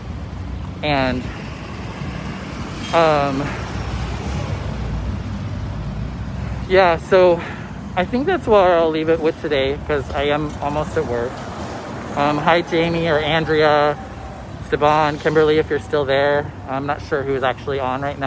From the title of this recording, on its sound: walk and talk